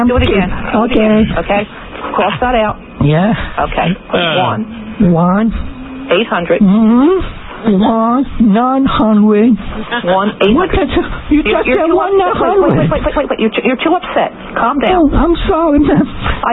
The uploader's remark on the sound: Prank Phone Calls Collection